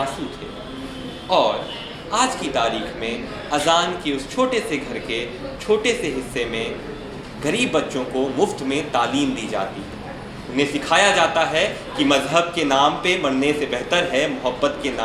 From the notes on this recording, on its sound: An episode from our HBB Delhi Storytelling Open Mic Edition.